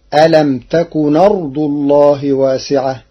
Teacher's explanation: قرأ ورش ألم تكن أرض الله بنقل حركة الهمز إلى الساكن قبلها فتصير ألم تكن أرض الله واسعة للتخفيف.